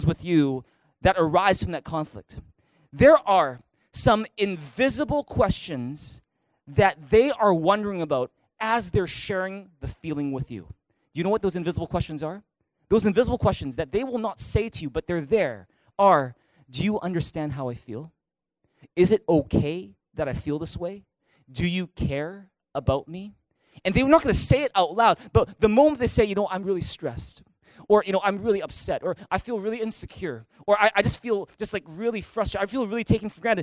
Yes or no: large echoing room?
yes